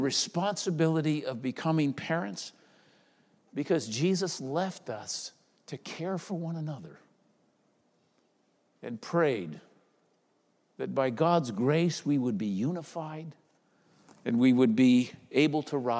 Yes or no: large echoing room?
yes